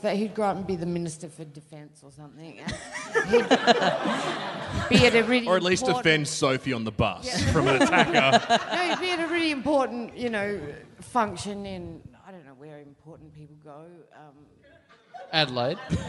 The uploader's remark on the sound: Recorded LIVE at the Rhino Room in Adelaide on November 17, 2015.